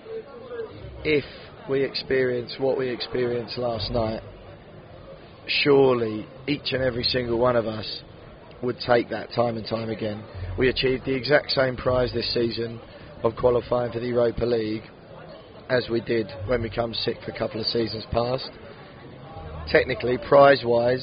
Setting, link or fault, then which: setting, outdoors